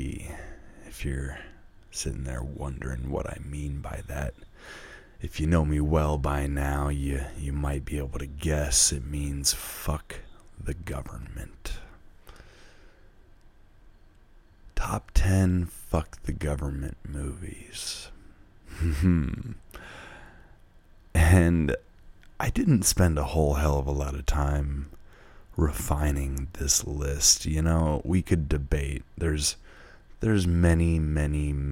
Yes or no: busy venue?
no